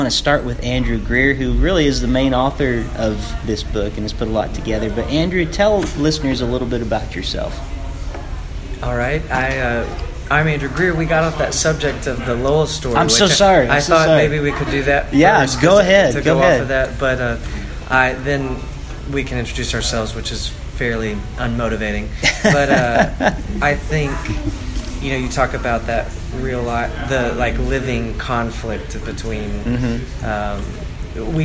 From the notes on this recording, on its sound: Recorded live at Parnassus Bookstore in Nashville Tennessee.